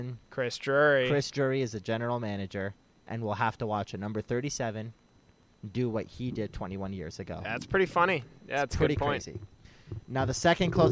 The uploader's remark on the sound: are at Rogers Place in Edmonton